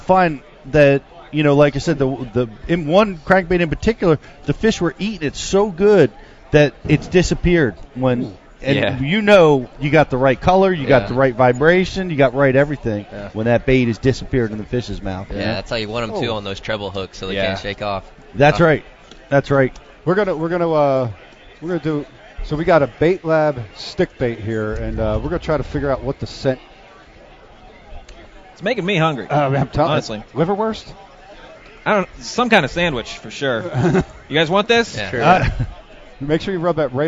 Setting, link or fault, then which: setting, busy venue